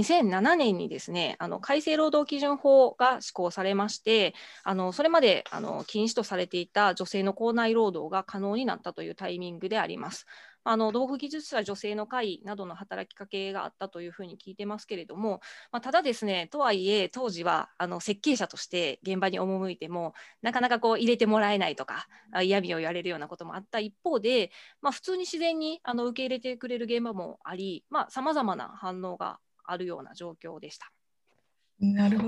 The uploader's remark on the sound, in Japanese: 収録場所： オンライン (Zoom)。